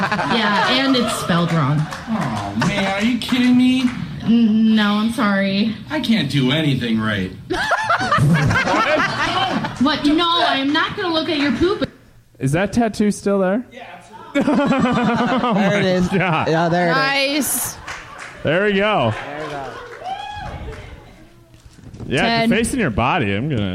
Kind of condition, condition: setting, busy venue